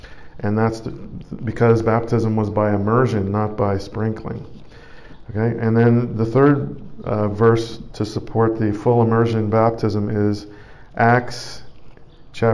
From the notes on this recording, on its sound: Preached at St Georges Manor, Toronto, Canada